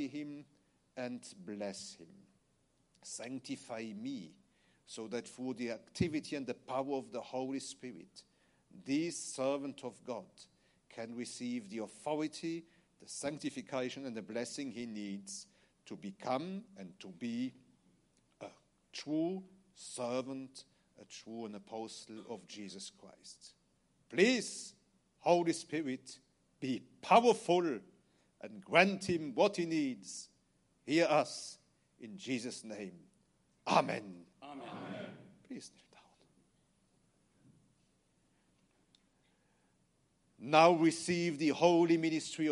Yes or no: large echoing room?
yes